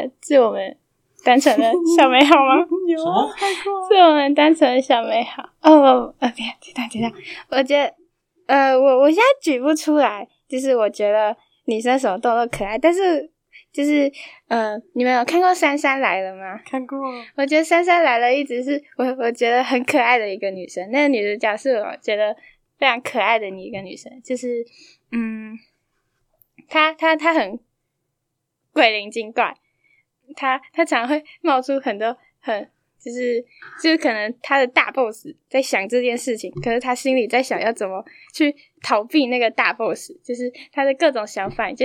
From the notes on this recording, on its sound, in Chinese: 因為收音的問題，可能會有些不太清楚。